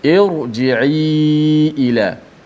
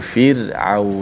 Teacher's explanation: ir maknanya ra tu ditebalkan ha, dia mati dalam keadaan tebal sebab sebelum ni baris bawah yang mendatang bukan baris bawah yang asli. · Shown in: first take · Kalau baris bawah yang asli, dia akan kembali kepada keadaan biasa nipis.